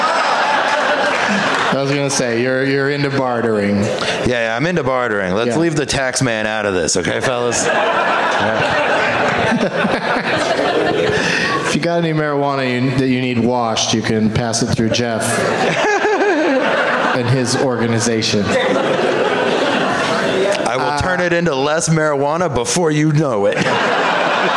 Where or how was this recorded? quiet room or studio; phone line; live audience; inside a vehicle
live audience